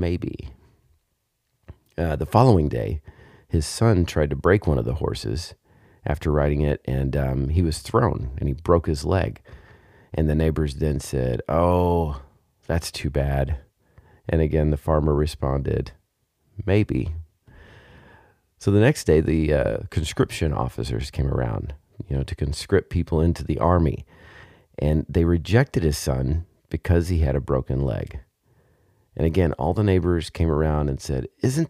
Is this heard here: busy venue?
no